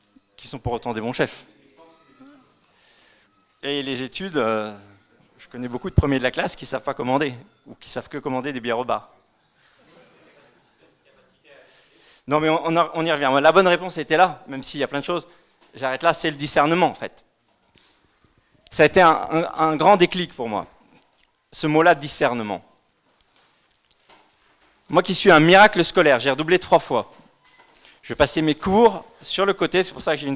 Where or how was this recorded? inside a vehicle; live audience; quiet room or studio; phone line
live audience